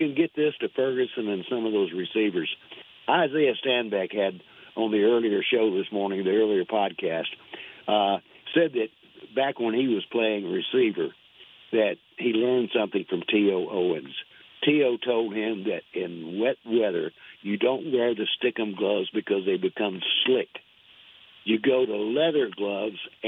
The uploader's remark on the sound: the phone lines lit up with fans